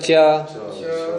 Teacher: च तो जिह्वा का मध्य ऊपर छुआ रहे हैं · Term: चवर्ग